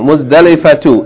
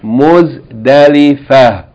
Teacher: We usually say Muzdalifa because if you pronounce the word by itself, you're going to pronounce it in the pause form, so you're not going to pronounce the ta marbuta as a T with this vowel. You're going to pronounce it as a H · Shown in: second take · so it became Muzdalifa.